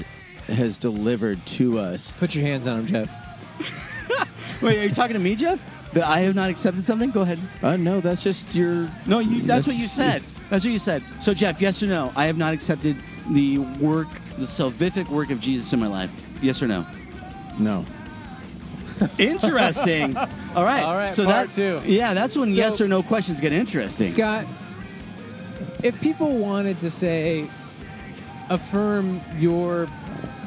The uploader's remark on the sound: Recorded on a brief road trip to Arizona!